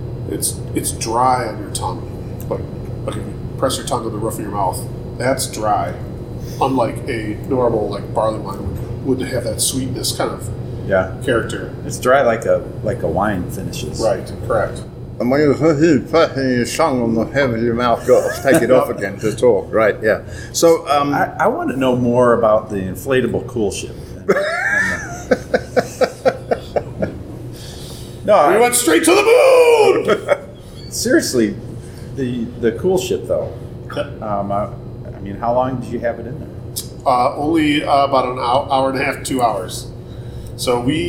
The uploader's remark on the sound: Luckily, as we recorded throughout March, restrictions were being lifted, people were getting vaxxed, and we were able to keep our mask wearing to a minimum. These pubcasts are a collection of videos (or audio if you prefer to listen that way) which we recorded at the breweries listed below.